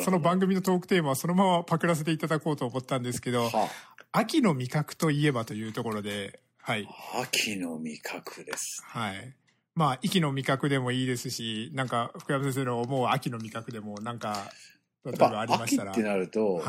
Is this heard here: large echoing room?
no